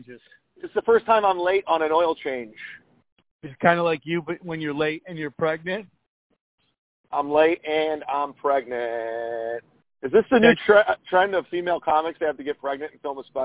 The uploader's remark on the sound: You're favorite phone call podcast is back and we are in prime form. While kicking it at his old stomping grounds, Valvoline!